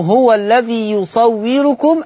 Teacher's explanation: الذي ليس فيها إلا المد الطبيعي فقط ليس فيها مد فرعي يزاد عن حركتين إنما يزاد عن حركتين إذا جاء بعده همز أو ساكن أصلي.